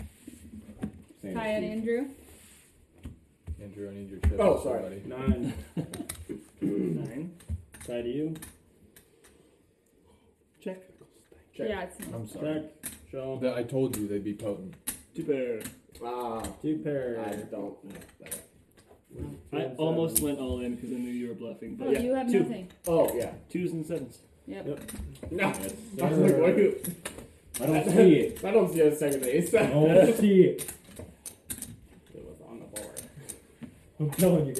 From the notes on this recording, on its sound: The audio is dialed back a bit, but the guys set cameras to record a beginner level of poker!